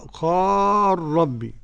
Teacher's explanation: قرأ السوسي بالإضغام، إضغام اللام في الراء، قال ربي، والباقون بالإظهار.